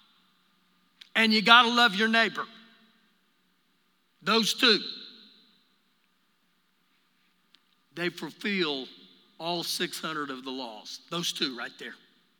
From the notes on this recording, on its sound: Recorded live during our Wednesday night service